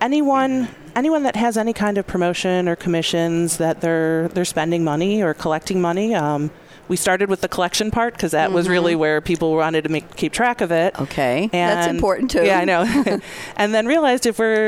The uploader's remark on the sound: live at SAPPHIRE NOW 2017